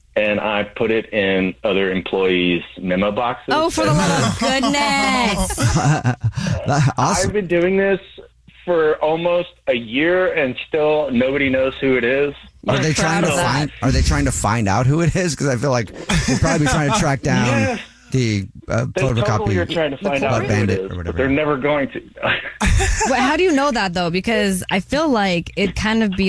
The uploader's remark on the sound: The man on the phone has a Dirty Little Secret that involves his work!